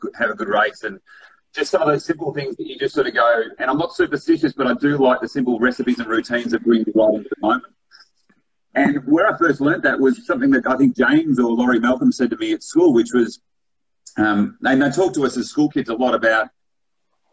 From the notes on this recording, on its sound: This was recorded as part of 776BC's The Movement Live on Instagram